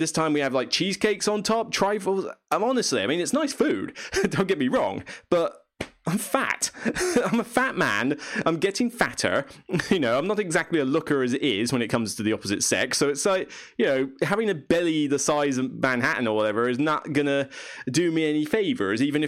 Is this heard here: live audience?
no